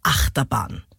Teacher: Acht hat die Betonung, Terbahn ist hinten unbetont. · Term: Daktylus